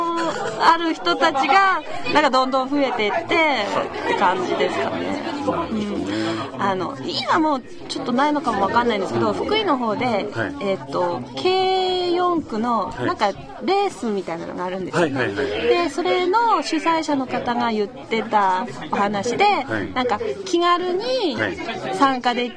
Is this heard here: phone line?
no